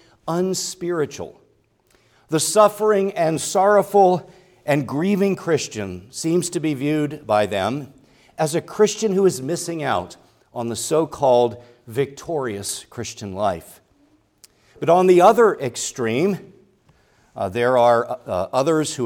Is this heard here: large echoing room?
yes